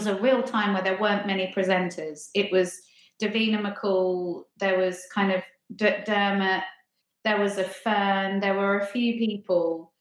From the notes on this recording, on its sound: Please excuse the poor audio quality on this one!